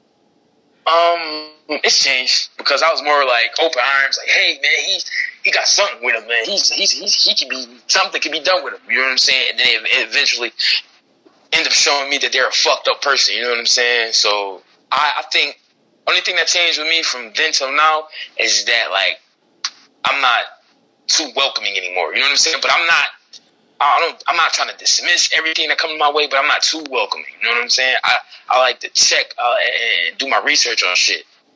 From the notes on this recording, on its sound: called into the show to tell his story